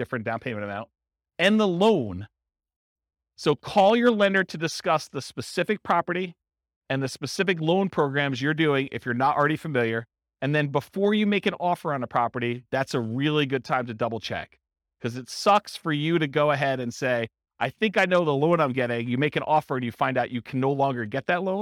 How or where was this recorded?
live audience